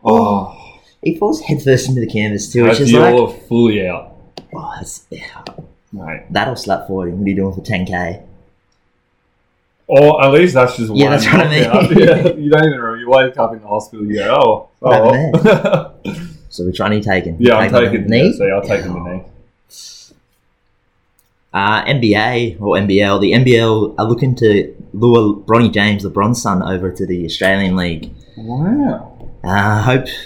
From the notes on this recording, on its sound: Apologies in advance if the sound quality.